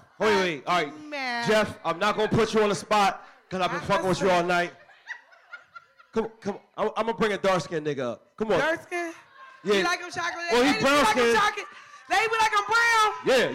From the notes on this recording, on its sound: Pub Webb Live Show!! This weeks episode is we launch our most recent live show!